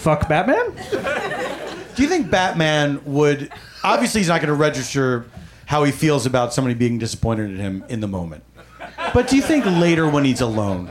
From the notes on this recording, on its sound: Back home at the UCB Franklin